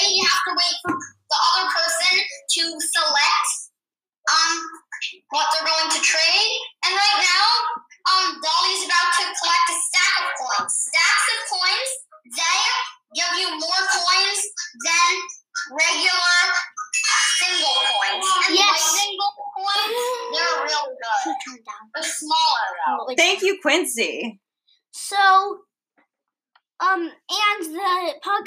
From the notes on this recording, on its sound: Today we have 2 special guests calling. Sorry if the sound quality is a bit off, we couldn't have them in the podcast studio due to Covid-19 so we had to make it work!